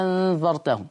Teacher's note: طيب ولو جي بعد الهمزة الثانية اللي أنا بسهلها ديت كان حرف ساكن زي النون هنا ساكنة لأنها مخفاة، فالنون ساكنة فيشبعها أيضا ورش بمقدار الإشباع، يشبعها يبدلها الأول، يبدل الهمزة الثانية ألف مع الإشباع